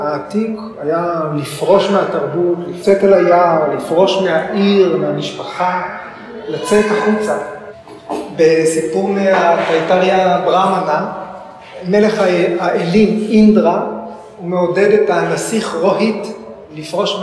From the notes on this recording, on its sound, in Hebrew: כפי שהוקלטה במפגש בבית האמנים